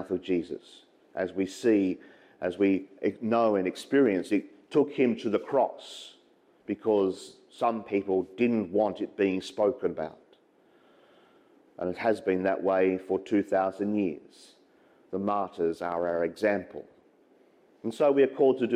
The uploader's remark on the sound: as preached during the 8am Mass at St Patrick's Church, Clarence Town